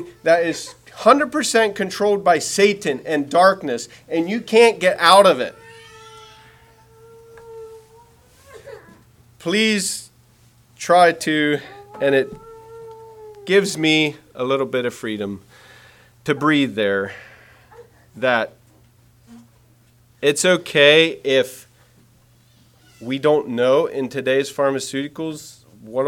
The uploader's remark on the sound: Message preached at Word Of Hope